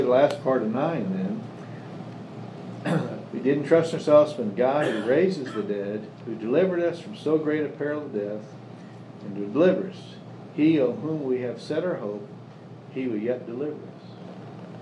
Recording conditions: live audience